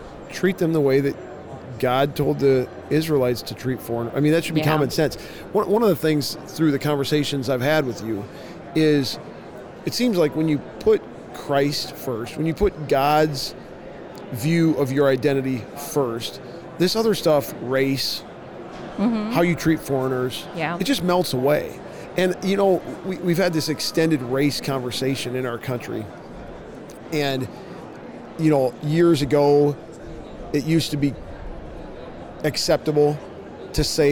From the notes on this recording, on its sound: LIVE from NRB 2022!